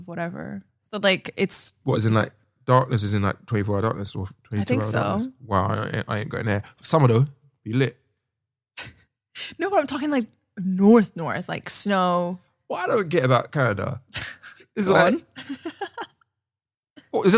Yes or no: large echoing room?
no